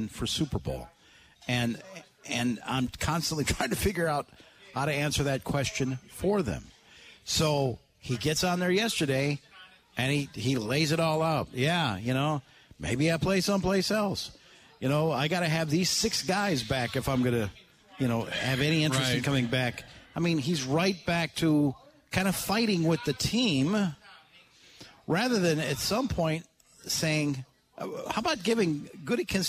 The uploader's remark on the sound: live from the Root River Center in Franklin